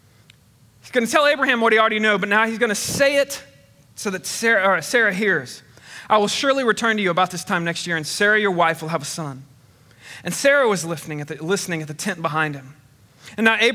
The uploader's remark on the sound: Recorded on 8/22/21 at Connection Point Church